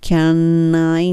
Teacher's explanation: うのはねで終わったのと、次の I っていうのがつながるので、can I ってなります